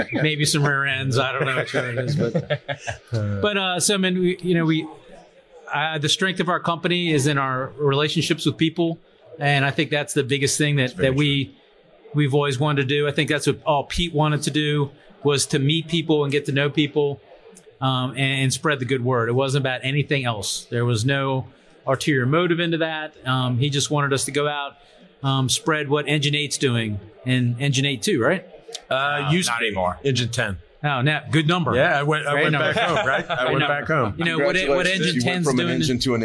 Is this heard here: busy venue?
yes